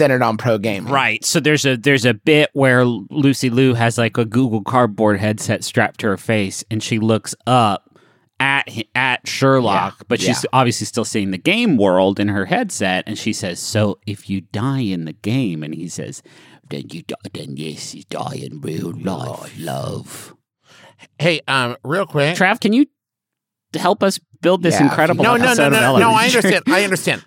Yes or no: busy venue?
no